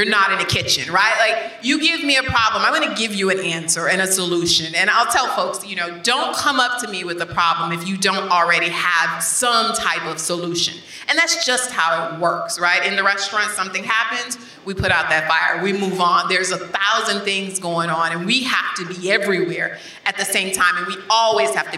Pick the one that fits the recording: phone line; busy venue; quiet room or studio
busy venue